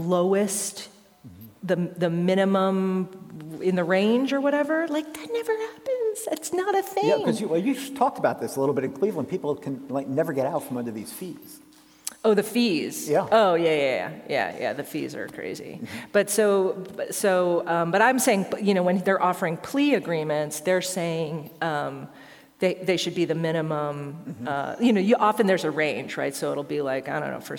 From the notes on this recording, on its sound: Recorded live at Penn State.